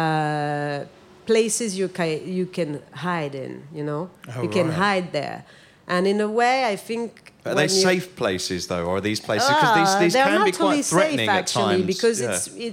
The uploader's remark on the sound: Talk Art Special LIVE EPISODE with Ruinart! Live from London's Frieze week, this inspiring episode was recorded in the Serpentine Pavilion designed by Lina Ghotmeh in front of a live audience.